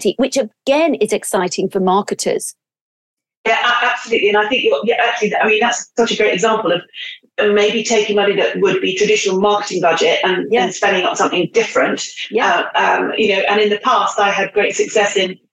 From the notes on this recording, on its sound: Our podcasts are recorded purely via online conferencing platforms, we apologise for any minor sound quality issues.